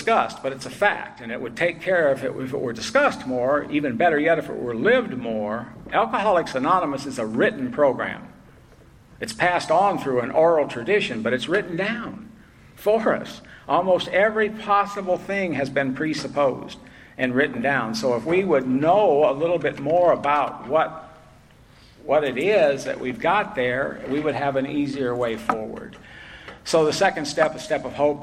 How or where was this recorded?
live audience